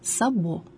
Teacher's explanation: Поскольку сабо – слово французского происхождения, то оно сохранило произносительные особенности языка источника. Ударение в слове сабо падает на последний слог